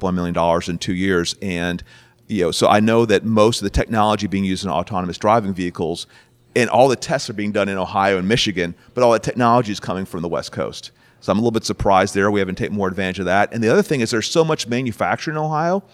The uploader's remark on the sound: Live from The Starting Line by the Ohio State University College of Nursing.